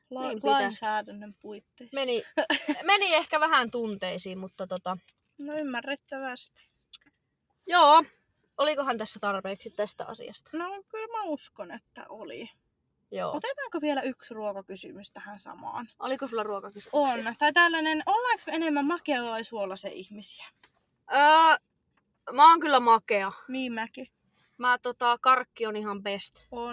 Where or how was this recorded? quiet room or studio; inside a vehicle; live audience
inside a vehicle